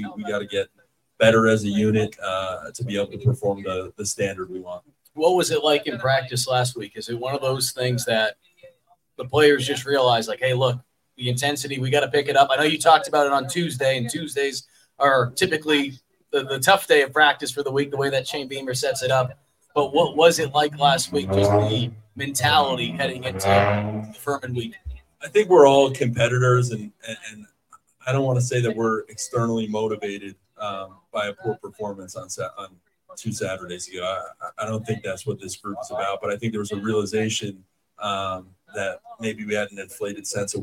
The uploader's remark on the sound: a new live in-person show at CB18 Bar & Grill for Gamecock student-athletes through the Garnet Trust